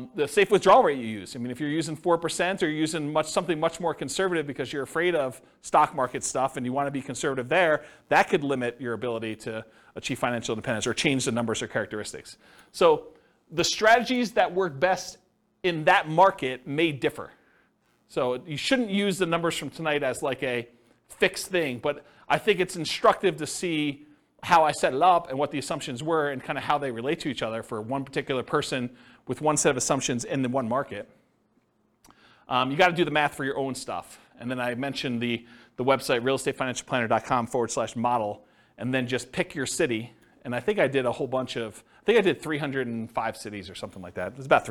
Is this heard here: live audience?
yes